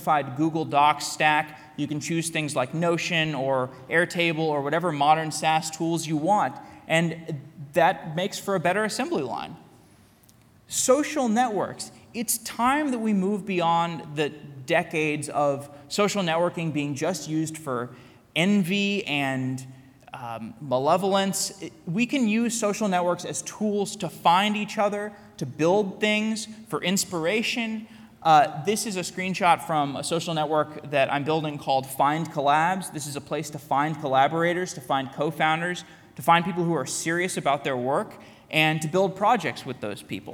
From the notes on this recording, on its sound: A keynote I gave at Full Stack Tech Radar Day in Tel Aviv. Keynote at Tikal Full Stack Tech Radar Day.